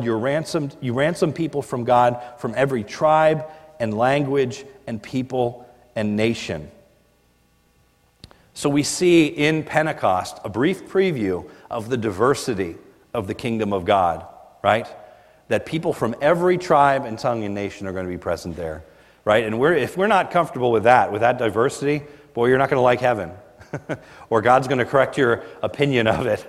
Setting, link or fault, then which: setting, large echoing room